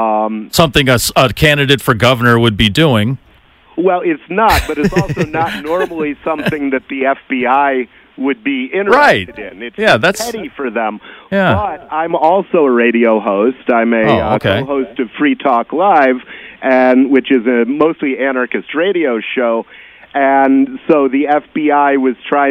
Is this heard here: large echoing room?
no